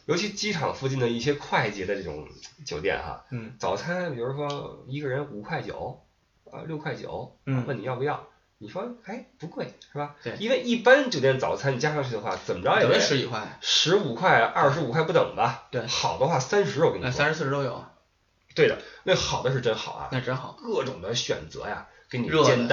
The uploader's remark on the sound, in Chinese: 本期备用话筒录音，音质多担待。